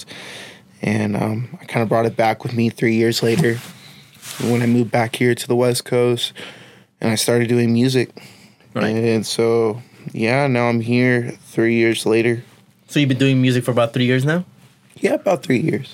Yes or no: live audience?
no